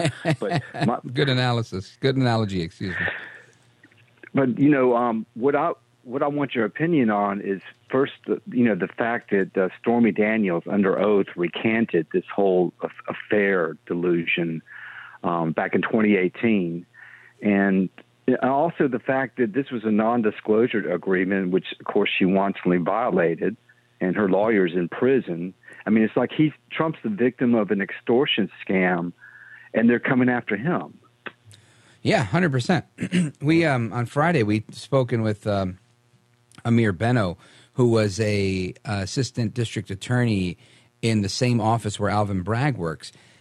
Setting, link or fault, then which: link, phone line